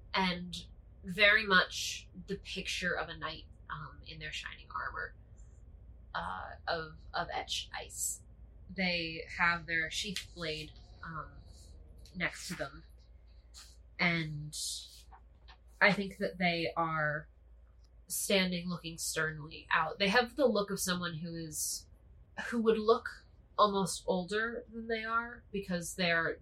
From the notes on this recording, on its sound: Truly the episode with the highest number of audio crimes yet. Huddle around a single computer.